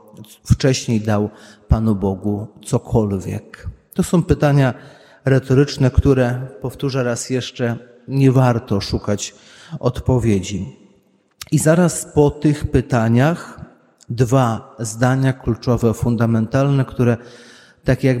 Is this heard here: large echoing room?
yes